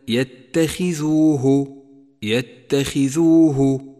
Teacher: انتبه كيف جاء تفخيمه بأدنى مراتب التفخيم، وذلك لأنه حرف استعلاء مكسور